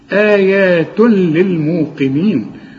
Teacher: والقاف انت عارف انها مفخمة، لكن في اخر درجات التفخيم لانها مكسورة